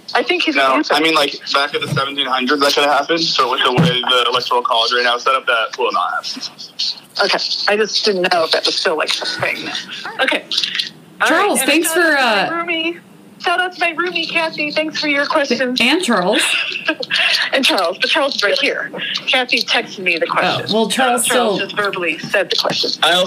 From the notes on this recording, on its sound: Chat on the phone before and after the latest Vice President Debate.